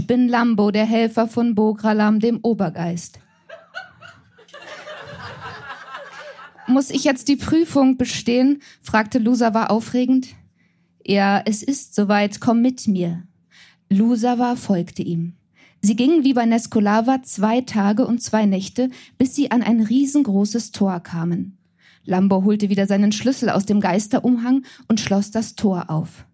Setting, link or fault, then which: setting, live audience